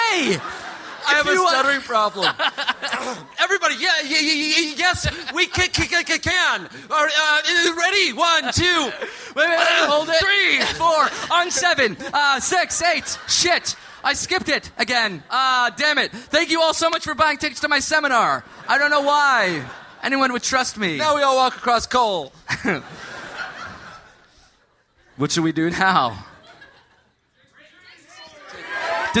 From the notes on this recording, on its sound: Live from Austin! Live from Austin, Texas!